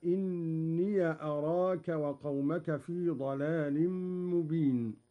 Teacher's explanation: قرأ قالون بفتح ياء الإضافة